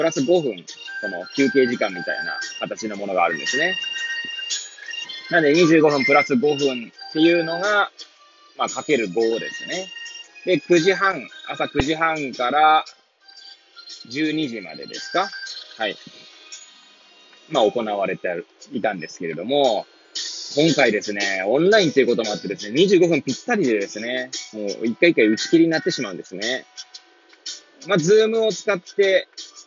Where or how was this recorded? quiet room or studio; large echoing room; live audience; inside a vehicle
inside a vehicle